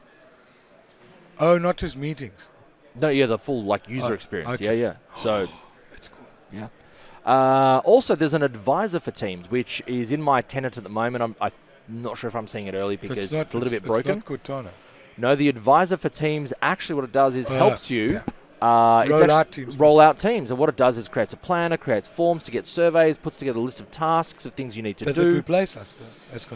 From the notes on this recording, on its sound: In this fourth of a five-part series of recordings "live" at Microsoft Ignite 2019.